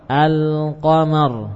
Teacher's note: Lam di tepi lidah depan, al qaf di pangkal lidah. · Term: huruf-huruf qamariyah